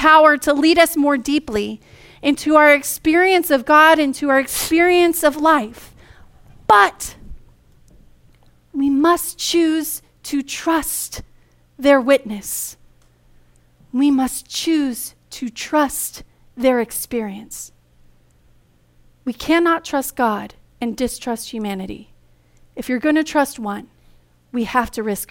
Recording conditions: large echoing room